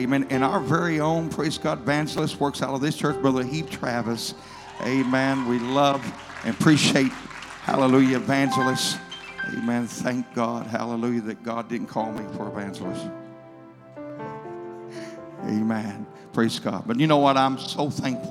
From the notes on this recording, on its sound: Keynote address at the first night of our Anniversary Celebration